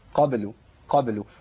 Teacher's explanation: والقلقله هنا في ادنى مراتبها اللي هي اللي الساكن المتوسط · Term: القلقلة